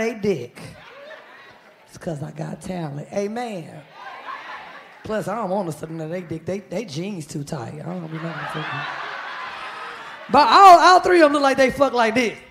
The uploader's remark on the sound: LIVE In Birmingham!